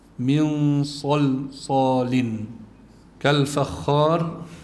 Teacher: الإنسان من صلصال، نون ساكن أتى بعدها صاد، كمان عنا إخفاء، فالنون الساكنة تخفى عند الصاد وبيكون إخفاؤها مع التفخيم لأن الصاد حرف مفخم